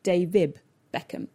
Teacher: But if I say his whole name together, David Beckham, I'm actually saying Davib Beckham. I'm missing off the D and doing a B instead.